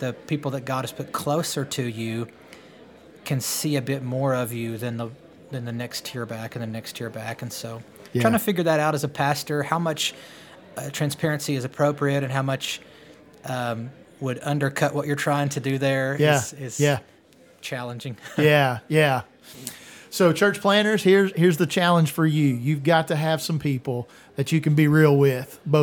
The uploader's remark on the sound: attendees of the Young Leaders Panel at the Pastor's Conference and Arkansas Baptist State Convention